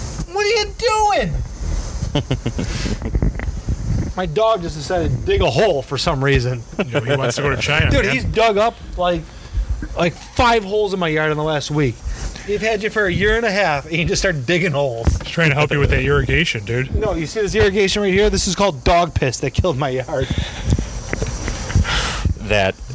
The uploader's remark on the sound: Our recording from Community Beer Works new space!